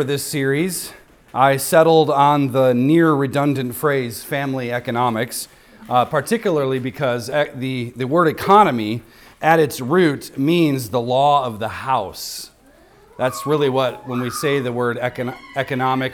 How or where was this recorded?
large echoing room